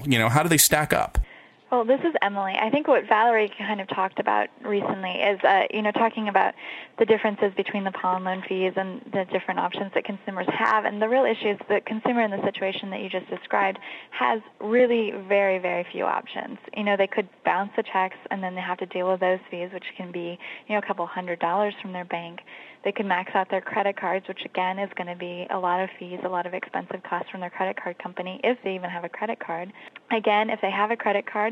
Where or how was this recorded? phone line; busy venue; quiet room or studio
phone line